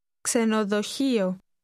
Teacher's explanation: The Greek word for hotel begins with a KS sound, as in ξέρω.